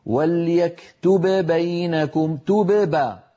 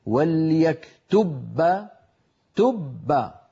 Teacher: فأطبق شفتي على باء ساكنة من غير قلقلة وأجافيهما وأباعدهما عن باء متحركة · Shown in: second take